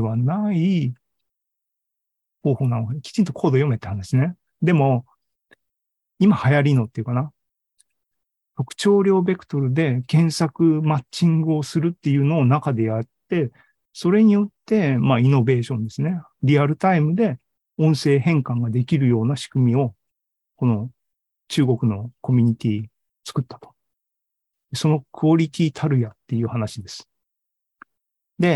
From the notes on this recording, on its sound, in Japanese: ZOOMライブの模様です。